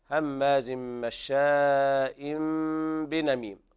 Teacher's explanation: هماز مشاء بنميم، وهنا إقلاب لوقوع الباء بعد التنوين، ونبهنا أكثر من مرة في لقاءات سابقة بإطباق الشفاه إطباقا خفيفا عند القلب أو الإخفاء الشفهي، فالحالتين متفقتين معا، فنقول هماز مشاء بنميم بدون كز على الشفاه، بدون كز على الشفاه.